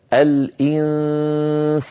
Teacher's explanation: صوتان في آن واحد، غنة من الخيشوم عن طريق فتحتي الأنف وصويت من الفم، صوت ضعيف ضئيل. لا يصح أن أجعل هذا الصوت قويا جدا كما نسمع من بعض من يعني يقرؤون بالأنغام وكذا في المحافل، يقول الإنسان تجد بأنه يفتح فمه ويخرج صوتا مخيفا. · Term: النون المخفى